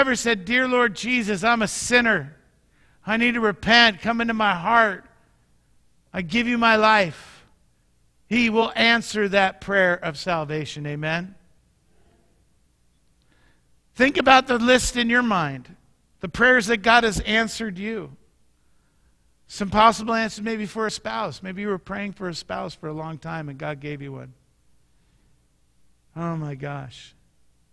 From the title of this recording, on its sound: Mt. Zion Church Live!